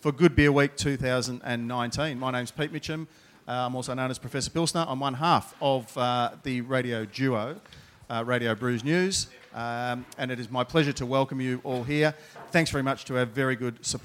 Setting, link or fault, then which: setting, busy venue